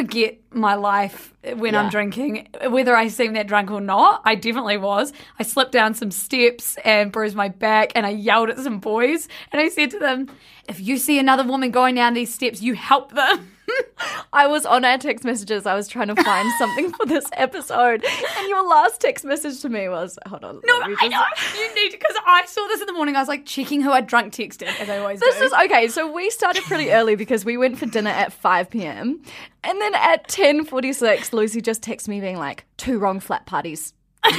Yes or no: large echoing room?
no